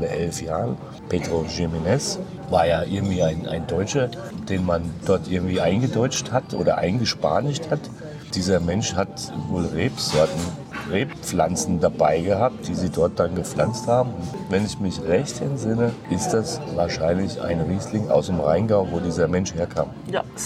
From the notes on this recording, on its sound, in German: Der Parador in Tordesillas. Das Restaurant beschreiben wir live zwischen Churros und Manchego.